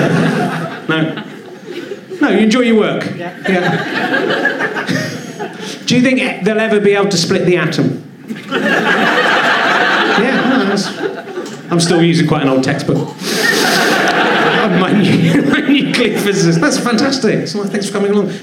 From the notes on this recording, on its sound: Leicester Square Theatre Podcast - Stand-Up Bonus 2013. Audience warm up set from Monday night. As he goes on stage, he is slightly nervous. He's looking for alternative guests in the crowd.